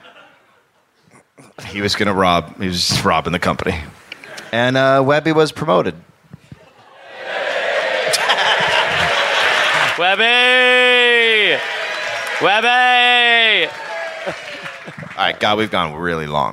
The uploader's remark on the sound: live in Perth, Australia